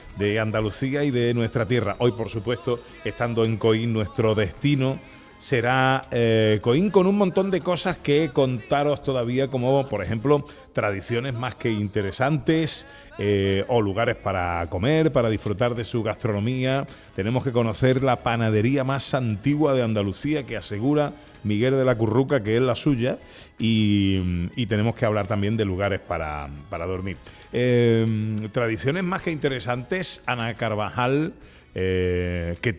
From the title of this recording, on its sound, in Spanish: Gente de Andalucía en directo desde Coín en Málaga